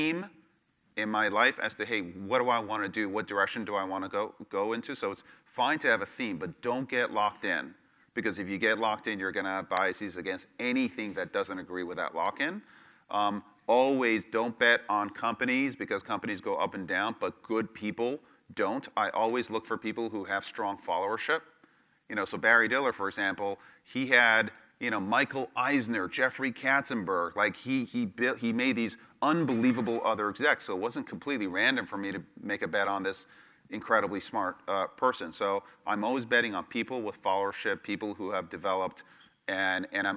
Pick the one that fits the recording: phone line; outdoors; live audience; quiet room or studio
live audience